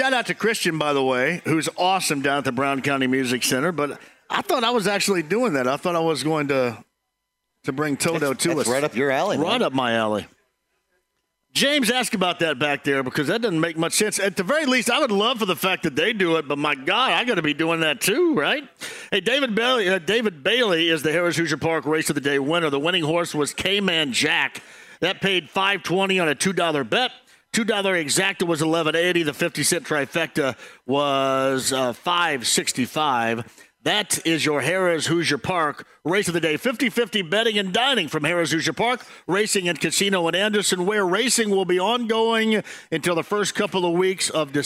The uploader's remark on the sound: Live From Mousetrap